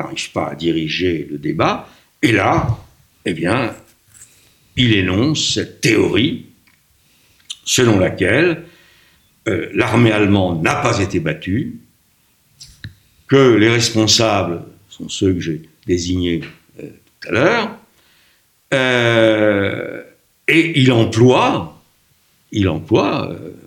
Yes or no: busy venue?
no